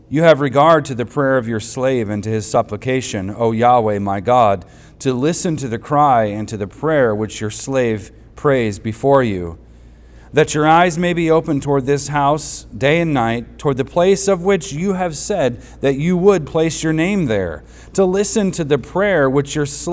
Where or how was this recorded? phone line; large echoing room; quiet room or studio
large echoing room